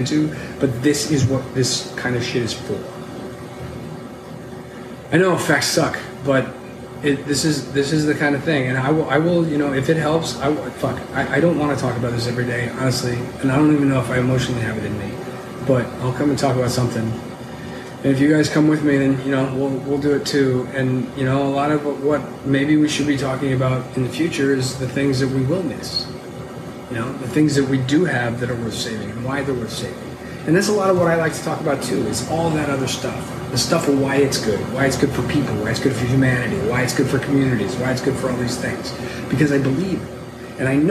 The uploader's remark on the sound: This podcast was pulled directly from our Live Stream bar